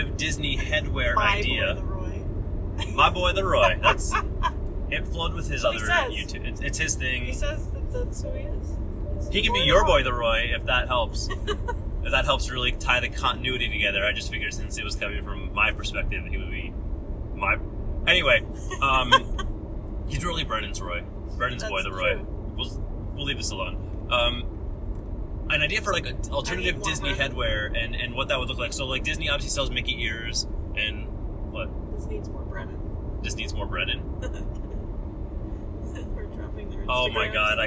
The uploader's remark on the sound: While we drive in the car.